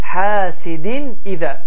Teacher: Və izhar sözünün lüğəti mənası açıq, aydın deməkdir. Və burada da nun səsi açıq, aydın bir şəkildə tələffüz olunacaqdır